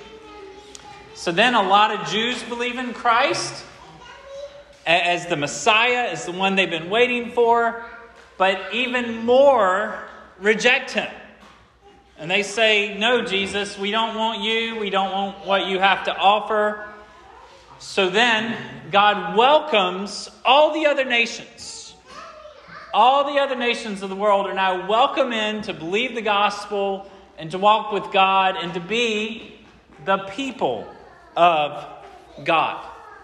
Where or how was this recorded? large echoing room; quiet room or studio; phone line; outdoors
large echoing room